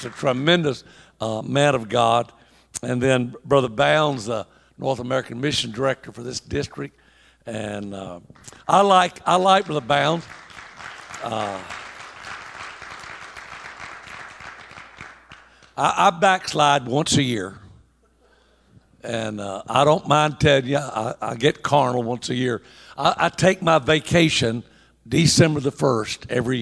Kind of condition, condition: setting, live audience